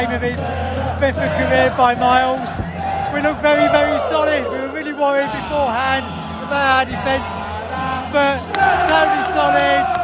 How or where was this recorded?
busy venue